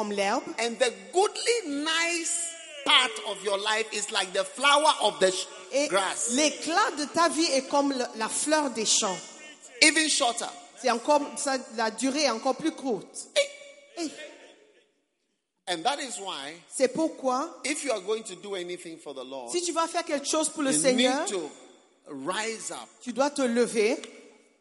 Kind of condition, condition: setting, live audience